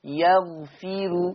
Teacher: كلمة يغفر هيبقى فيها ترقيق الراء لورش عن نافع، لأن الراء مضمومة خلاص ومسبوقة ها بحرف المكسور، يبقى ترقيق الراء وصلا لورش خلاص، أما وقفا فهي مرققة للجميع يغفر، إنما وصلا يغفر الراء مرققة لورش وصلا.